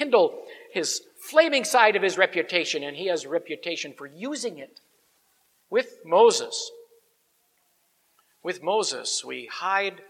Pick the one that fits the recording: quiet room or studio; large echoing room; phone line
large echoing room